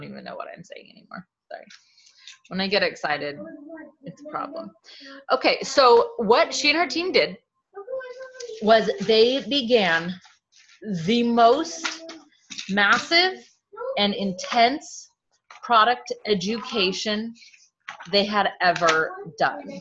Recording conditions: sounds in the background